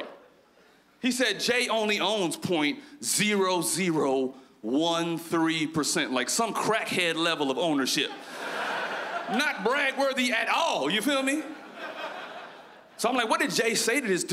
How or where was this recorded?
live audience